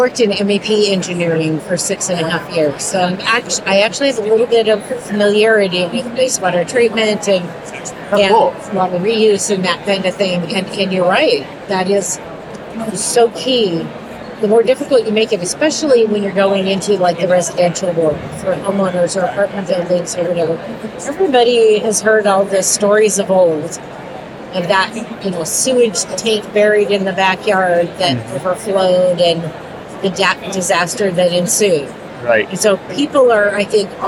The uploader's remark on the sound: a LIVE conversation from the 2023 Greenbuild International Conference and Expo in Washington D